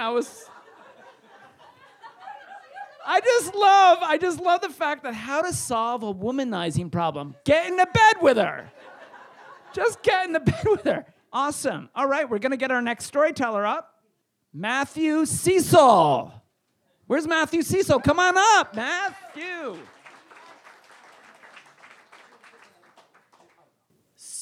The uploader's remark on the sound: Recorded in front on a live audience on May 6th, 2018 at The Well Tavern in Wellfleet, Massachusetts.